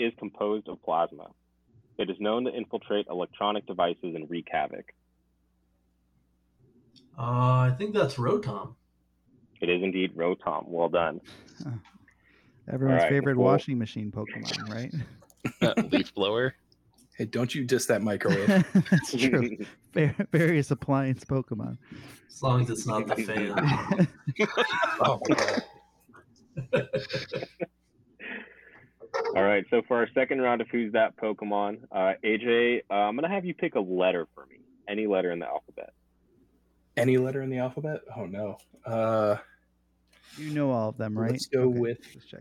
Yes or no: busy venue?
no